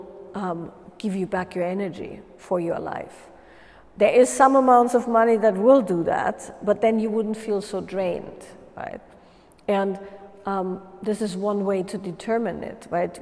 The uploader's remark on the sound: a live Q&A during a Wild Woman's Way workshop